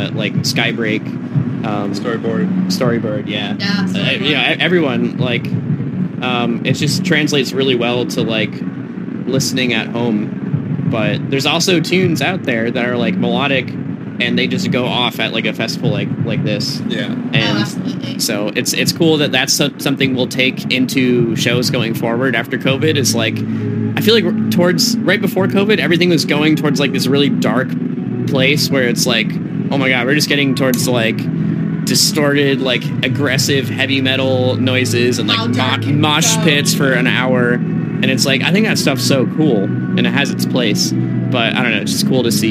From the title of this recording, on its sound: Live from Forbidden Kingdom